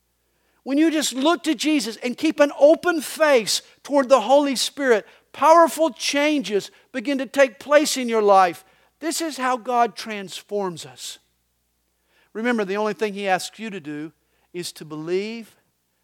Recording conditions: large echoing room